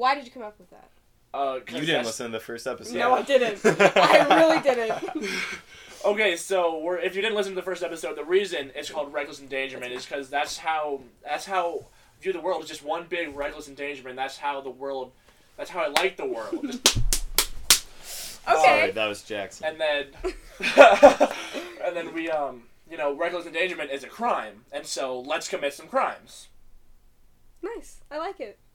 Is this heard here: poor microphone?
yes